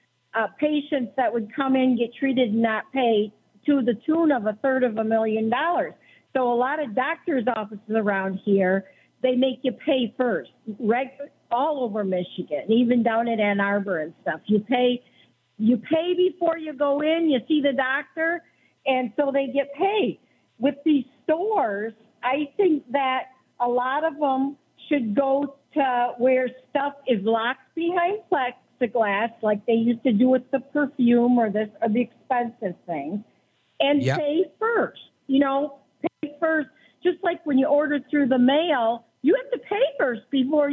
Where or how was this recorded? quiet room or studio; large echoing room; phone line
phone line